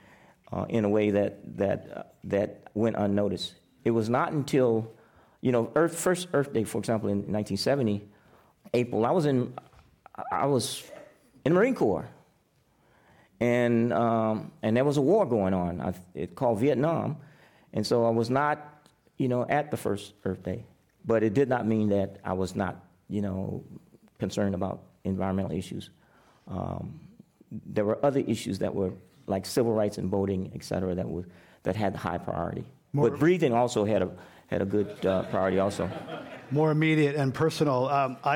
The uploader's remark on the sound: This program was recorded in front of a live audience at The Commonwealth Club of California in San Francisco on December 12th, 2019.